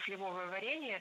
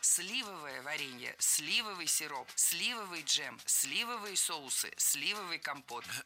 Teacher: Ударение в нашем прилагательном должно падать на первый слог. · Shown in: second take